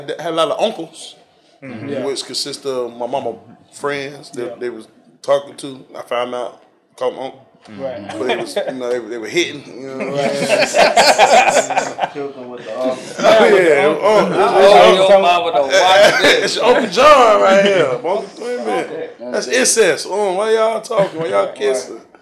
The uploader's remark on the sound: go on location to one of the best barber shops in Atlanta RX-Elites.